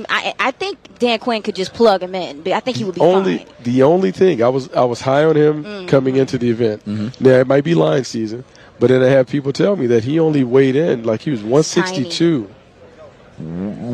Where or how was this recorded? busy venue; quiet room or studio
busy venue